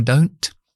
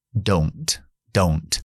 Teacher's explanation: cuando utilizamos do en negativo, en lugar de ese do, ya es un diptongo. Oh, oh, para el británico, Oh, oh, estadounidense.